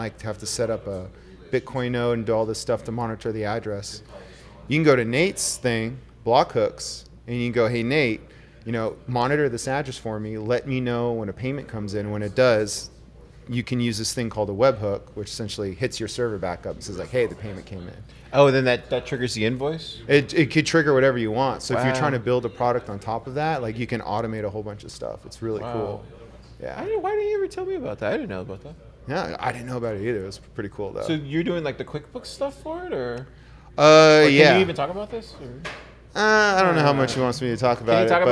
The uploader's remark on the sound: Pleb Broadcasting Service was broadcasted from Austin, Texas on July 29th in front of a live Pleb audience.